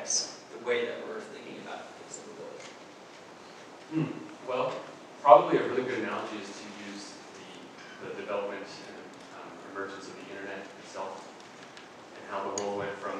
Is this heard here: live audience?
yes